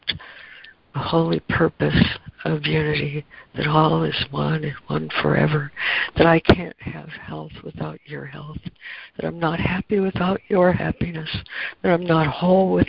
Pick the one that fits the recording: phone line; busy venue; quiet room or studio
phone line